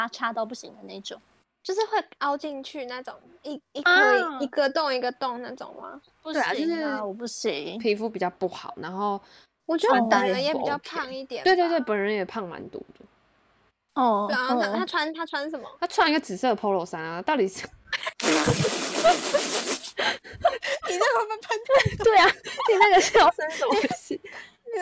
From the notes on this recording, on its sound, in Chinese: 本集為第一次遠距錄音。音質不好請見諒！